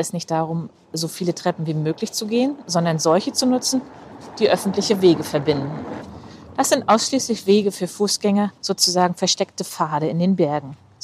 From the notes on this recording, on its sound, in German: In dieser Solo-Folge, die ich beim Spaziergang durchs Bahnhofsviertel in Rostock aufgenommen habe